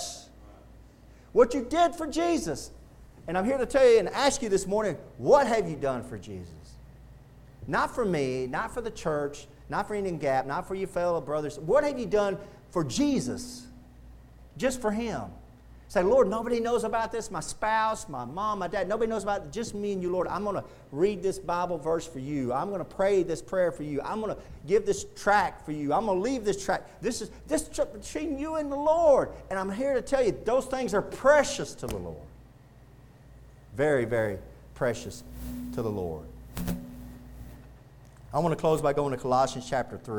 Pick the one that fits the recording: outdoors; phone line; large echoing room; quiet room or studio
large echoing room